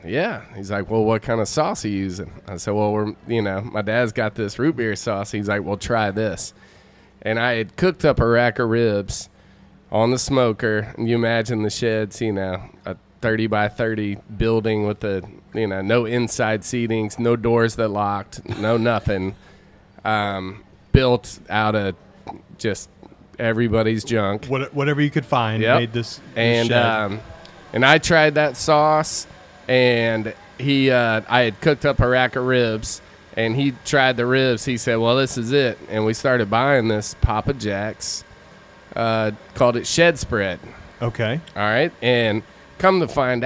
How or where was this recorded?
busy venue